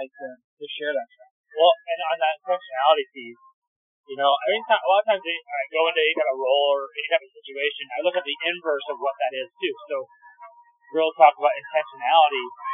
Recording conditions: background noise